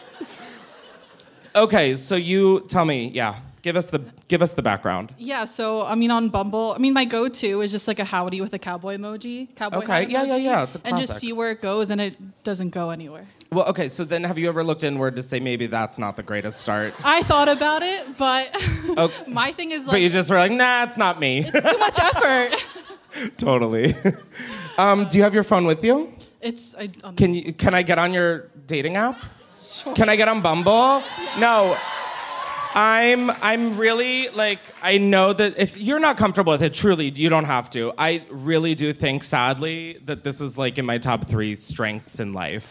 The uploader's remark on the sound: Live from the Punch Line in Philly. Gets wild with the audience.